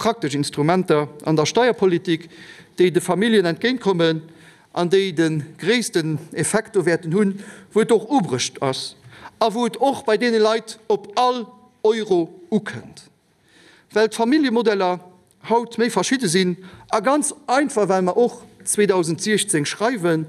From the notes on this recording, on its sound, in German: live aus der Chamber